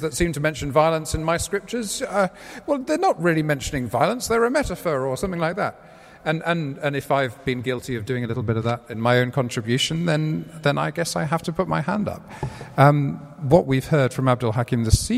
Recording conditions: live audience